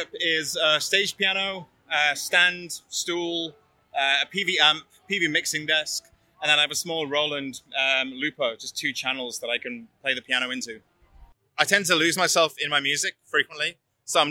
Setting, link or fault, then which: setting, outdoors